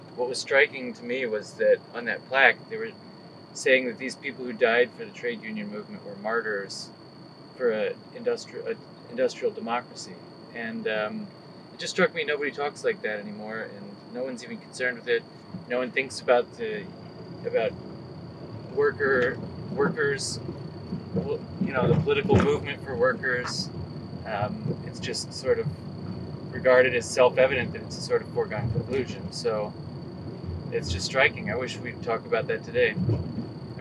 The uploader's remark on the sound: Driving through the forgotten parts of Chicago.